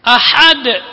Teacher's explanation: pakai ha yang keluar dari wasatul halq, dari tengah-tengah tenggorokan